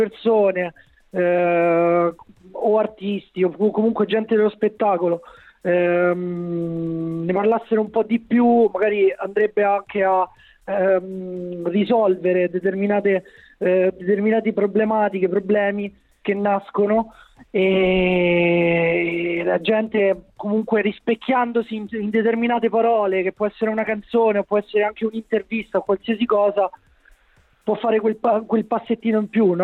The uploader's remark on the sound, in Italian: Al telefono abbiamo anche avuto come ospite